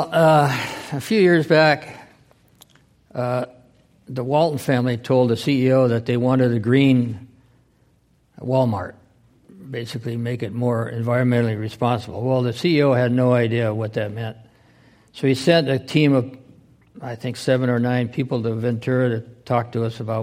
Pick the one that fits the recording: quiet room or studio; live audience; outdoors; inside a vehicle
live audience